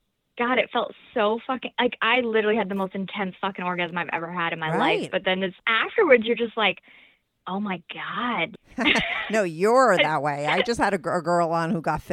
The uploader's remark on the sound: called in to talk all about it